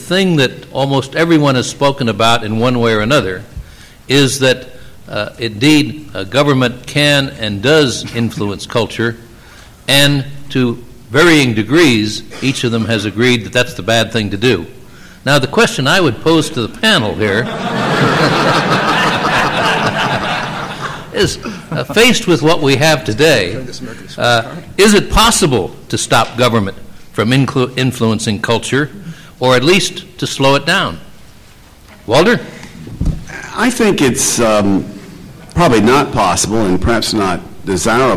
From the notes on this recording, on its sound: The Federalist Society presented this Showcase Panel at the 2006 Annual National Lawyers Convention.